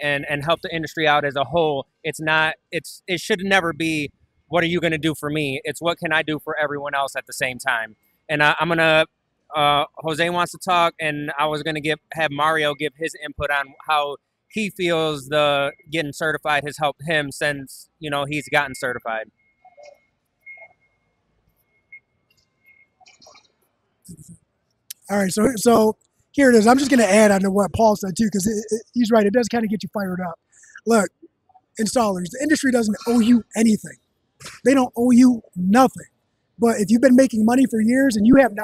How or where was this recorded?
busy venue